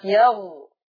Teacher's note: كلمة يغفر هيبقى فيها ترقيق الراء لورش مع النافع، لأن الراء مضمومة خلاص ومسبوقة ها بحرف المكسور، يبقى ترقيق الراء وصلا لورش خلاص.